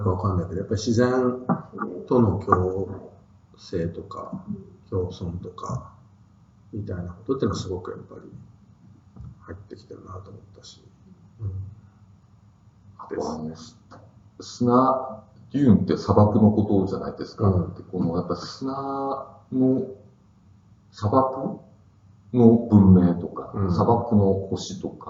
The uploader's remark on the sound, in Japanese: 旧マイクで音声ややわるいです